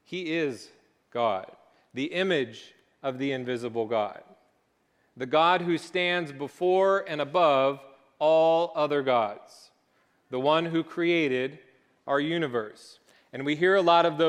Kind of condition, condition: setting, large echoing room